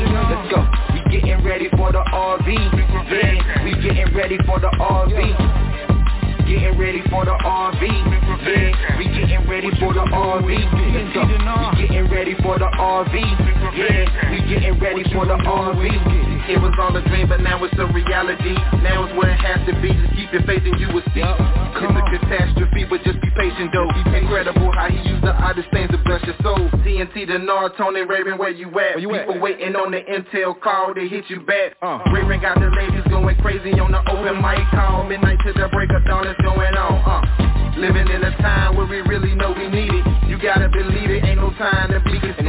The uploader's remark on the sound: Conference Call